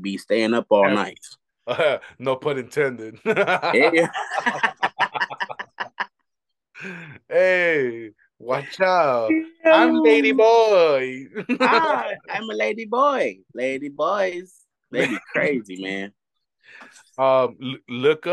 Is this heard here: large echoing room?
no